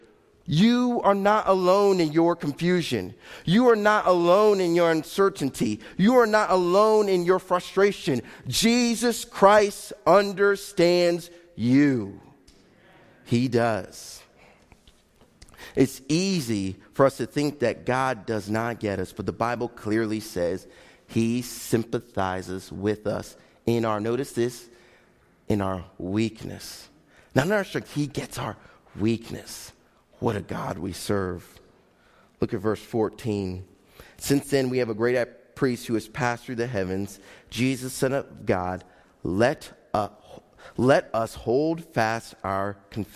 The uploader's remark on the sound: Faith Baptist Church in Hamilton, NJ.